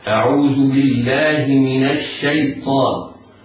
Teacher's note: الياء يتحرز القارئ من تفخيمها فلا يظن فلا تجذبها الطاء إليها، يعني لا يخطئ القارئ ويفخم الياء فلا يقول الشيطان، لا، وإنما تنطق مرققة هكذا: أعوذ بالله من الشيطان. الطاء حرف استعلاء وإطباق مفخم من الدرجة الأولى